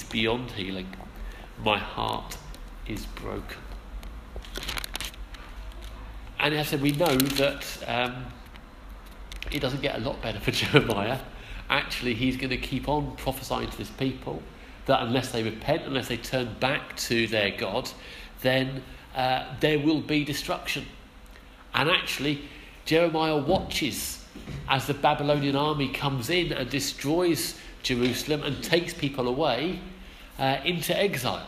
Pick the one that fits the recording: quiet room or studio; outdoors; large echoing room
large echoing room